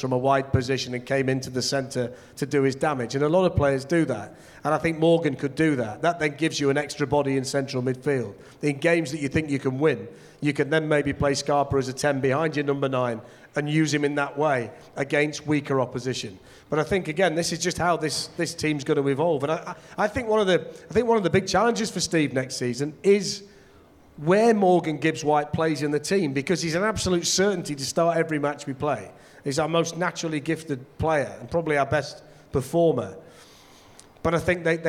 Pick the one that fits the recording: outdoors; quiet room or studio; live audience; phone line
live audience